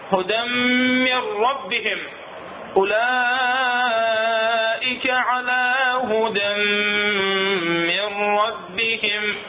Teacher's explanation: مديت الإدغام الأول هدم، بينما الثاني ما بيمد، يعني إدغام كامل هذا ما بيغنى